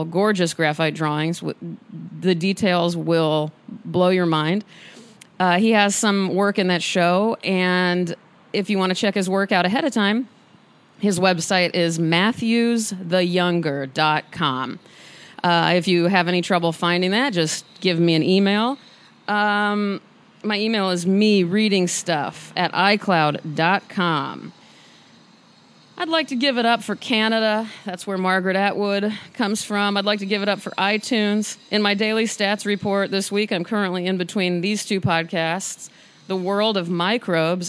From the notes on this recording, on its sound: I was full with medium-level energy as I recorded this on my balcony for you this morning.